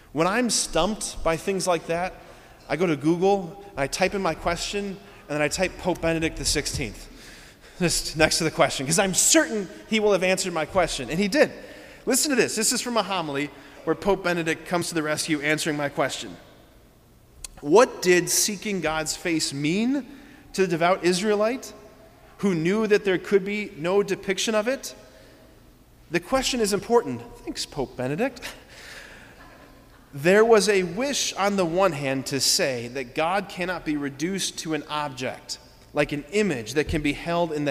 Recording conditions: large echoing room